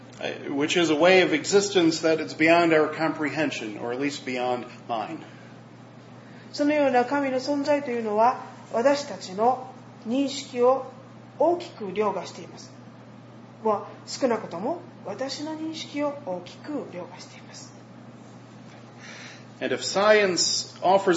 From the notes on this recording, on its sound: was preached at Matsuyama Kyokai (Mastuyama Church), in Matsuyama, Japan